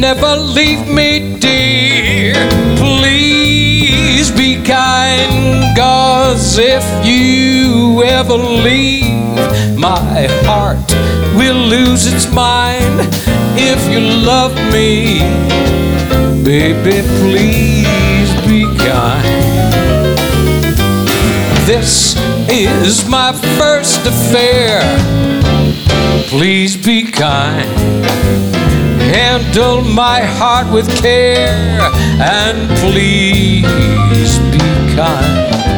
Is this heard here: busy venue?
yes